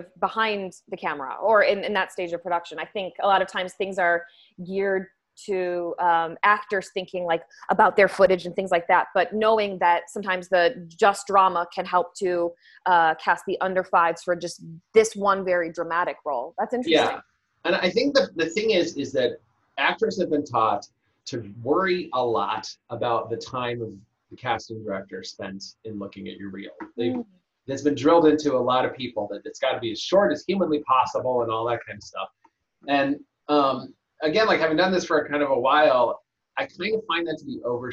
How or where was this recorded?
video call